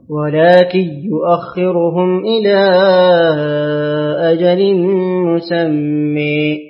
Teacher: نقرأ لخلف بترك الغنة